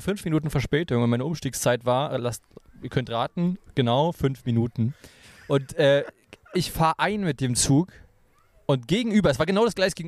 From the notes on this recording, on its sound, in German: Wir haben diese Folge direkt an einem der Brandenburger Seen aufgenommen.